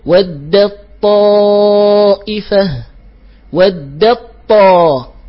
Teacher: أدغمت إدغاما كاملا في الطاء لأن صفاتها ضعيفة